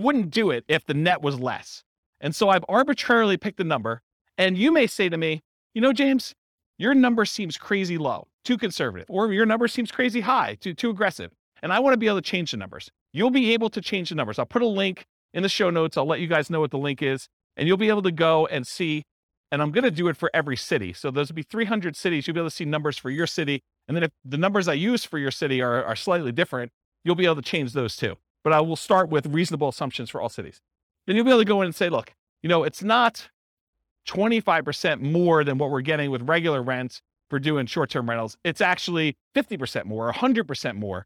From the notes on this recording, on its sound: This was a live class recorded